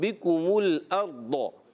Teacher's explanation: काफ ज़बान की जड़ और तालू के सख्त हिस्से से अदा होता है